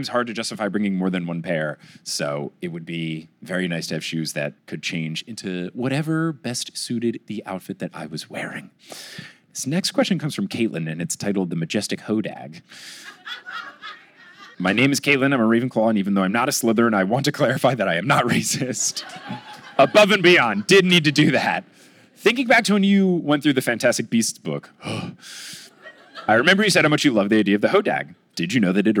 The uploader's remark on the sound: LIVE in Milwaukee! From the Milwaukee live show on June 20, 2022.